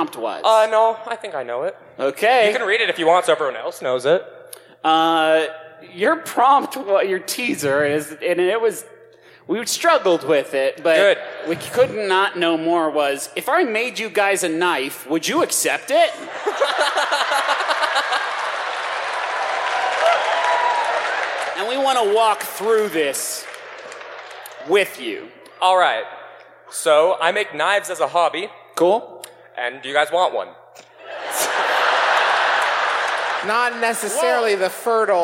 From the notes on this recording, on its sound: We’re scattered hither and yon this week, so here’s our recent live show from the Shire-esque paradise known as Salt Lake City.